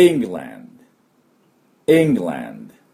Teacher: 当然ですけど最初にアクセントがありますから、イですね。これを強く。